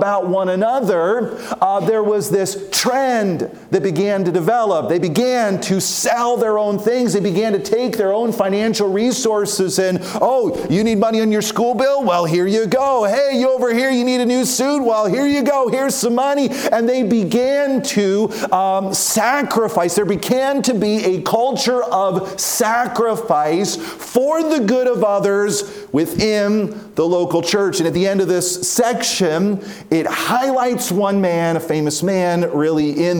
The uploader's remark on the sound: from the chapel platform of Baptist College of Ministry